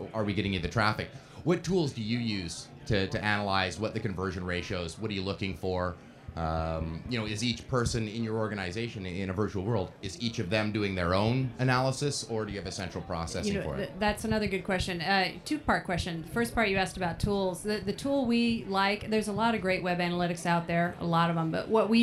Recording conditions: busy venue